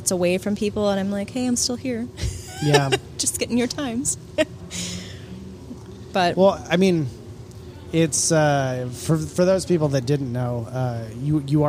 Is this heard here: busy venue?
yes